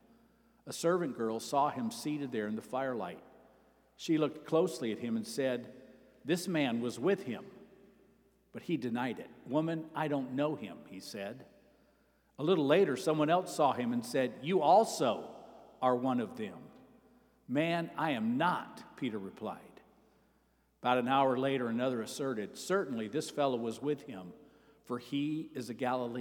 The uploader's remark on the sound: Sermon preached at Avondale Baptist Church